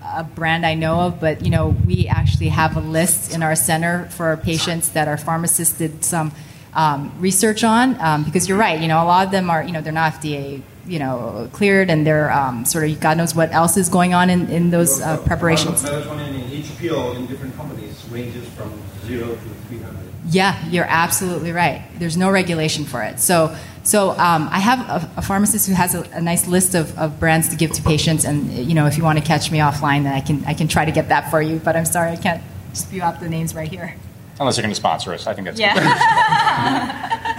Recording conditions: live audience